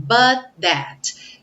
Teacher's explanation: Temos uma palavra but terminando com T, that começando com T, soa um T só.